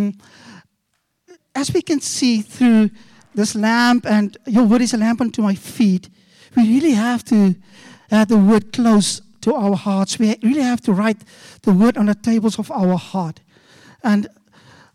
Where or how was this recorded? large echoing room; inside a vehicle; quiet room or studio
large echoing room